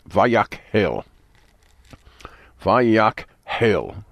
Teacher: Very, very hard to say that without swallowing the H sound of the second syllable or in some other way corrupting the pronunciation, but you got to work on it.